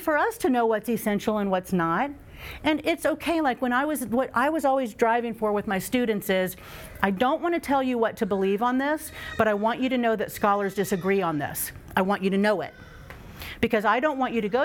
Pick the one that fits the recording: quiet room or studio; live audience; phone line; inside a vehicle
live audience